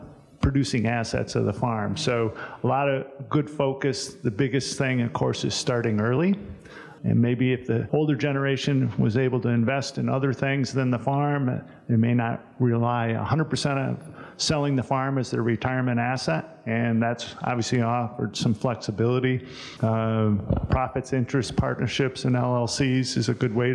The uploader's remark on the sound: This episode of The Dairy Show contains the audio from the 2021 Expo Seminar.